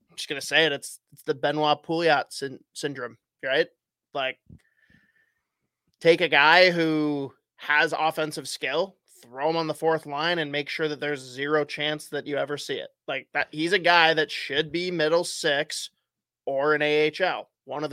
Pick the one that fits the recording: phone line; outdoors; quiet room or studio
quiet room or studio